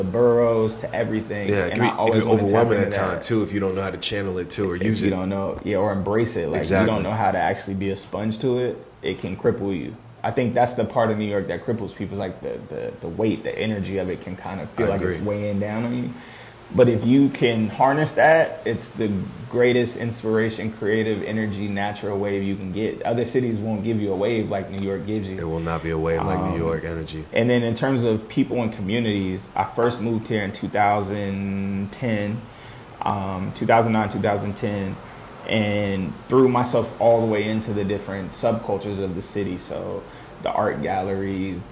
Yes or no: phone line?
no